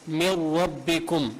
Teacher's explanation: إدغاما كاملا، يعني بتشديد كامل من غير غنة · Term: الإدغام بلا غنة